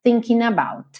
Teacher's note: O G não é pronunciado, ele pega o N e já junta no about.